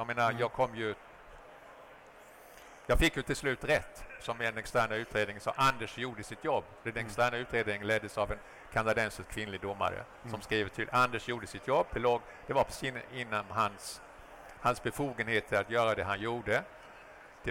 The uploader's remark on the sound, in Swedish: Avsnittet spelades in live på Kvalitetsmässan i Göteborg den 22 november 2023.